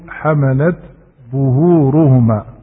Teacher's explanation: فهذه التاء الساكنة فإن الأصبهاني لا يدغمها في الظاء، لا يدغمها في الظاء، لا يقول مثلا حملت ظهورهما، ولكن يقول حملت ظهورهما فيظهر التاء.